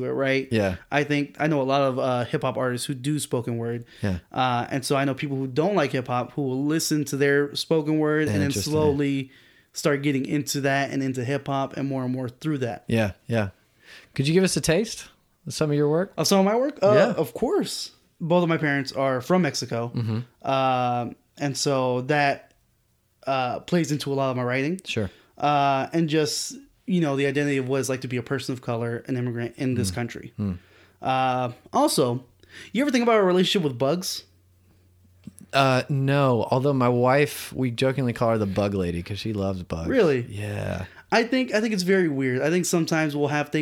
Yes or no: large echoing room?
no